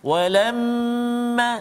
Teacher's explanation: Jadi dua harakat wajib al-gunnah. Wajib kita dengung dua harakat.